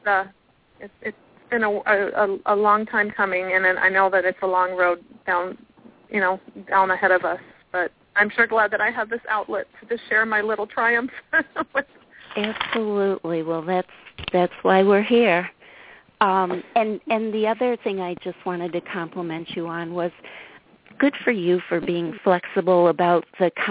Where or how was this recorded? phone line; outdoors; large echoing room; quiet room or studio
phone line